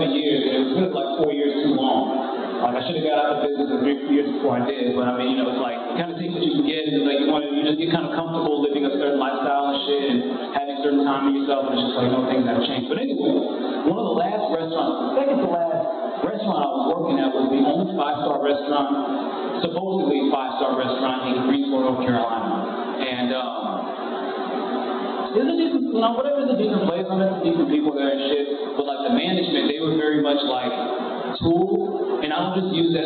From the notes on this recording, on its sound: I know the sound is shit, I'm still figuring things out